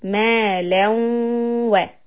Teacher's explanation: This is idgham. So what we do on idgham is that we connect the waw and hold it for two counts